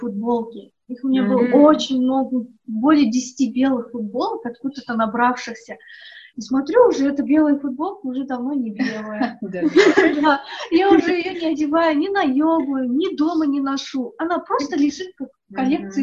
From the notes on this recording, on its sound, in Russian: Просим прощения за качество звука, оборудование немного подвело...